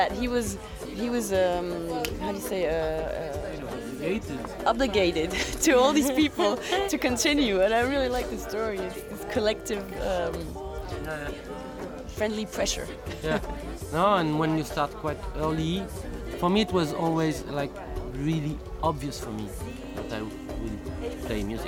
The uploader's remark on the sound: While delivering workshops and panel discussions at Shambala Festival in 2016, we interviewed some of the great women performing at the event over the weekend.